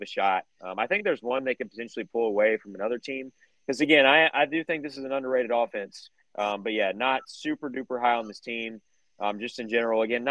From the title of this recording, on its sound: WE RECORDED OUTSIDE